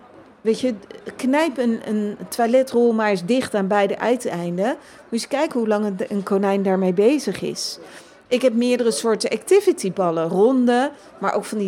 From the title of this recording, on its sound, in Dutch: Live vanaf Animal Event